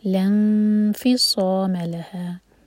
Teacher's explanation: नून पर इख़्फ़ा फ़ा के लिए ज़बान तैयार